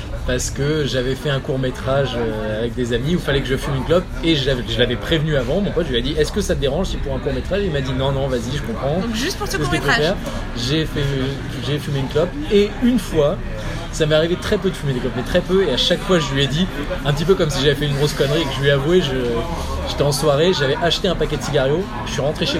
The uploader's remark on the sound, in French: La conversation qui va suivre a été enregistrée en mars 2018 à l’iPhone à une terrasse de café. Je vous la livre sous sa forme la plus brute. La qualité n’est donc pas au rendez-vous.